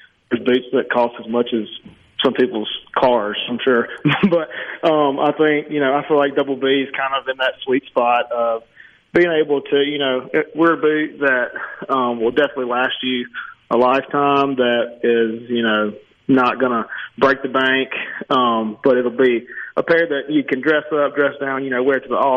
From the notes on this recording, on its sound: joins the conversation by phone